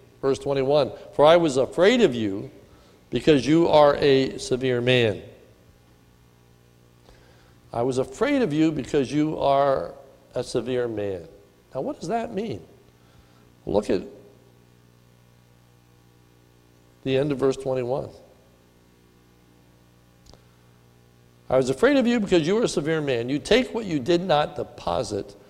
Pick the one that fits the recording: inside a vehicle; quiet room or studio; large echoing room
large echoing room